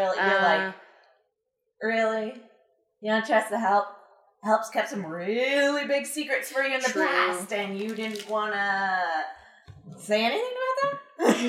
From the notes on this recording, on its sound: Sit down in a new location (sorry about the odd audio quality).